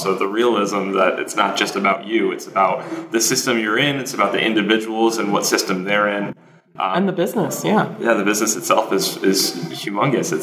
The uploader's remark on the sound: This interview was recorded in an echoey room with a single mic, so the sound quality is a little rough.